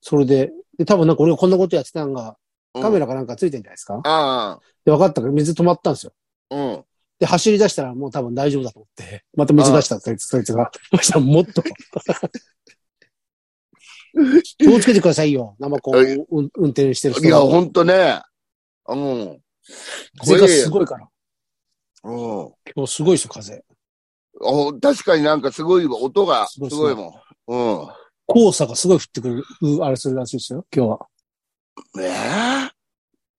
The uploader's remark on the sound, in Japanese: ZOOMで収録